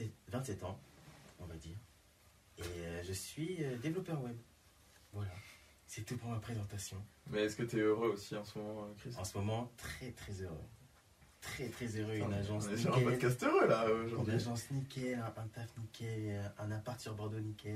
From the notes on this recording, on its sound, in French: Je n'ai malheureusement pas beaucoup réglé les problèmes de son. A vrai dire vous entendrez que c'est parfois pire, étant donné les enregistrements en plusieurs parties, le changement de matériel...